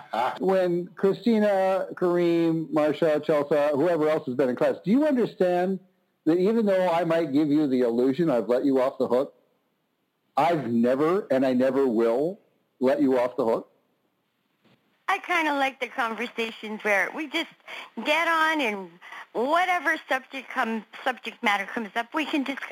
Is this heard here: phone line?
yes